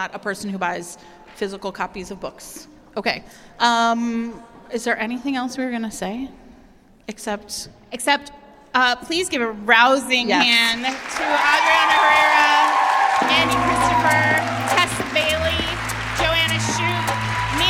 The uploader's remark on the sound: Fated Mates LIVE in Brooklyn. Here, for your enjoyment, is the recording of the wacky, wild night, which we spent with 250 Magnificent Firebirds.